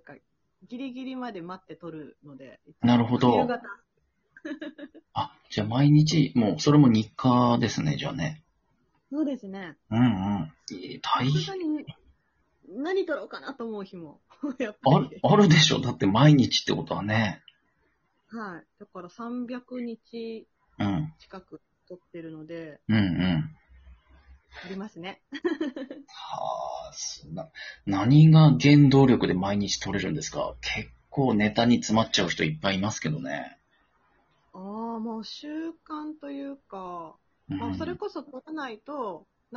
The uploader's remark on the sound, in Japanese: Radiotalkアプリの「リモート収録機能」を使って。リモート収録 #ラジオトーカー #ゲストと一緒に配信 #2人組 #笑い声あり。